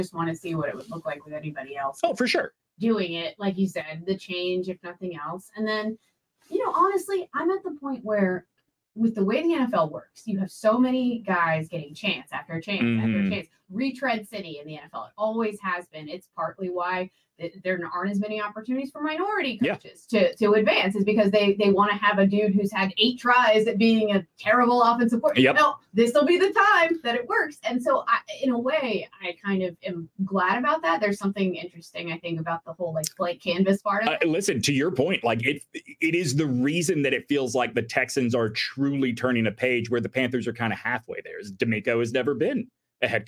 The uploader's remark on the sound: Due to operator error, the audio sounds off on this episode.